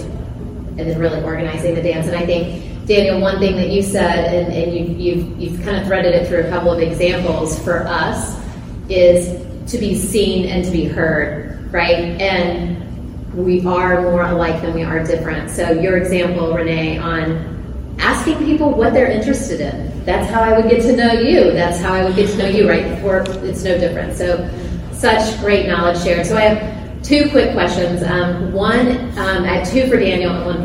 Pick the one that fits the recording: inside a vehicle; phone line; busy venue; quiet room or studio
busy venue